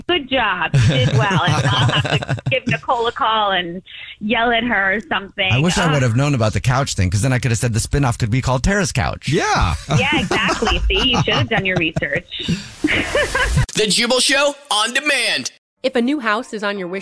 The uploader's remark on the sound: phone prank style